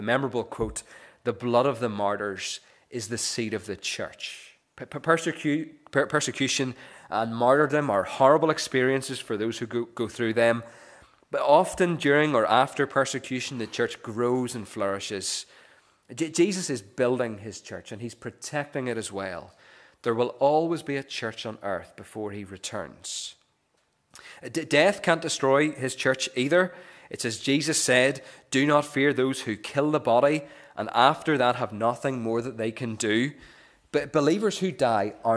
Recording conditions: large echoing room